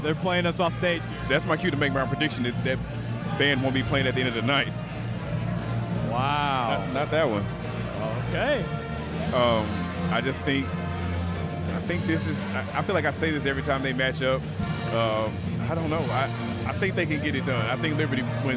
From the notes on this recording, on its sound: Live On-Site at FGCU. The crew reports live from the Alico Arena in Fort Meyers, Fla.